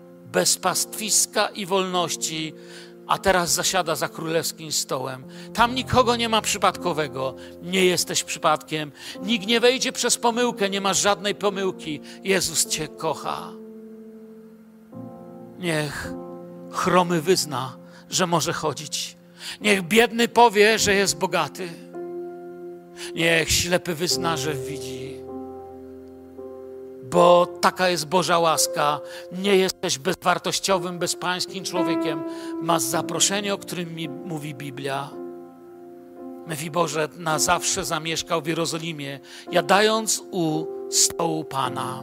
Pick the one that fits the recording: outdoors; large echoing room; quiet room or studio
large echoing room